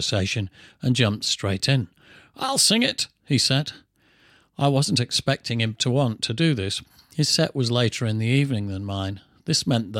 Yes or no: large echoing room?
no